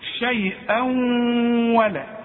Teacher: الواو من حروف الادغام يبقى حغن وكأن الواو ده عليها شدة